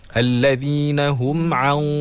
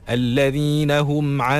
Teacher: Dia tebal. So bila kita ikhfa'kan huruf sad tu, ikhfa' tu dah bunyi dah tebal. · Shown in: first take · Term: ikhfa hakiki